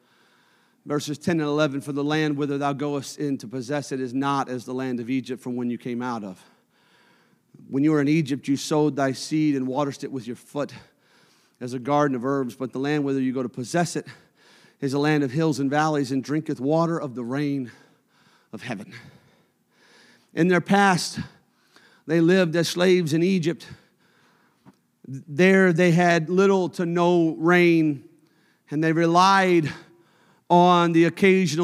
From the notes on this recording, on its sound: a service recording from Connect Point UPC